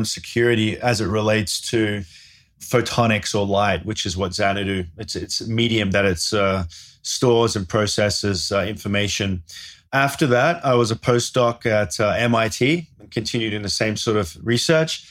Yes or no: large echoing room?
no